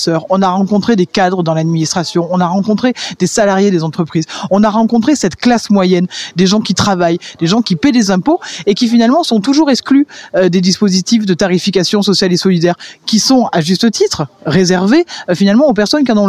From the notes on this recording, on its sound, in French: Radio Aviva était sur place pour la conférence de presse organisée le vendredi 08 décembre 2023 à la comédie de Montpellier.